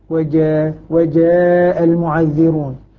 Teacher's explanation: وجاء وجاء المعذرون، لما ينطق بها من وسط اللسان نخرجها حرفا مجهورا وحرفا شديدا فيه انحباس في الصوت · Term: الجيم